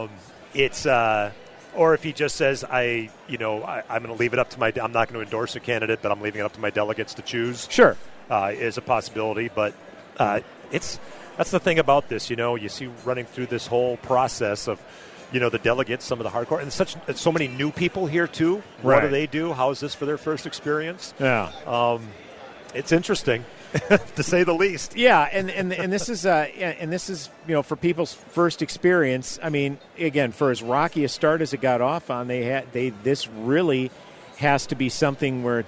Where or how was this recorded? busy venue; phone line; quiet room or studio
busy venue